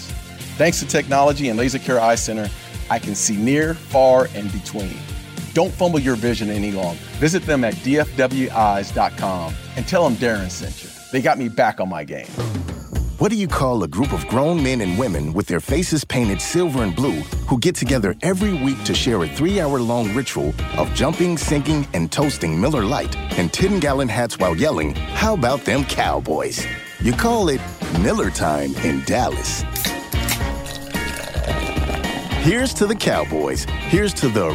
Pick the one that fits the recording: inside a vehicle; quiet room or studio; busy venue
busy venue